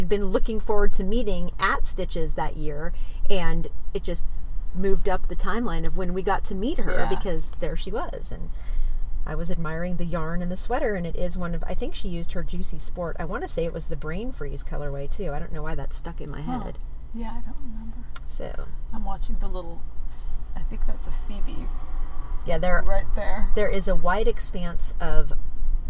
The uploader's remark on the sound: we record on West Cliff Drive in Santa Cruz